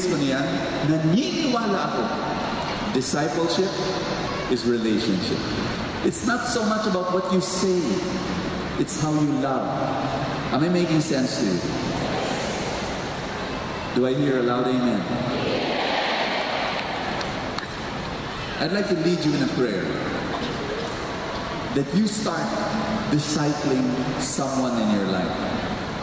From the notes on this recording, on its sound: This talk was recorded from Rizal Grand Feast 2016